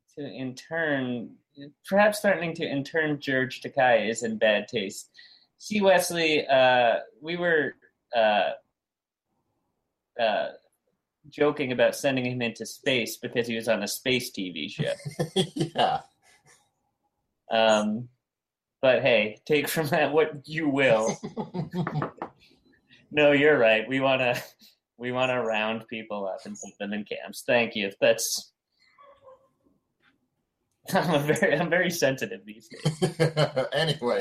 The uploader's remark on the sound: Google Hangout Audio.